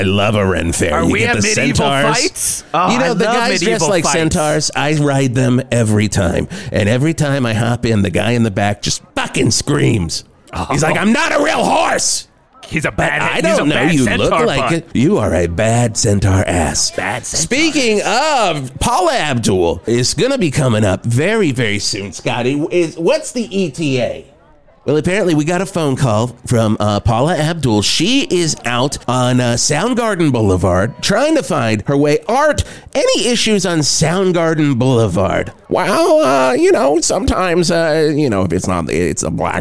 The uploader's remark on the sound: It’s the CHANNEL 8 NEW YEAR’S EVE CELEBRATION PARTY! Live from the Channel 8 Stage in Verde Square!